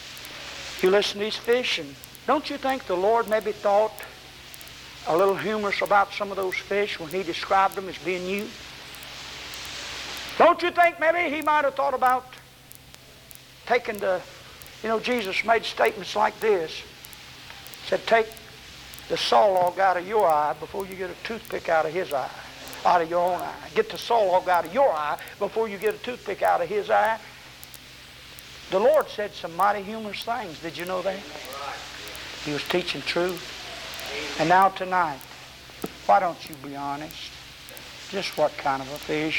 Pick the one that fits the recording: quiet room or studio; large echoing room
large echoing room